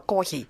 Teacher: There's no F sound, so kohi.